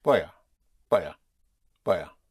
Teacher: Though it is spelled in two words, but in the spoken language, you contract the boy a to boya, boya. You make it practically one word, yes?